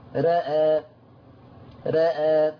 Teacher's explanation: ورش هيقلل الراء والهمزة، رأى رأى، هيعمل تقليل للراء والهمز، ولا ننسى أن الهمزة بعدها ألف.